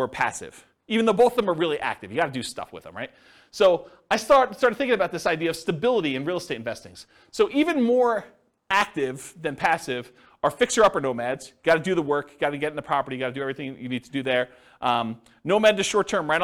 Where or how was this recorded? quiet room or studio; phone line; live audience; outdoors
live audience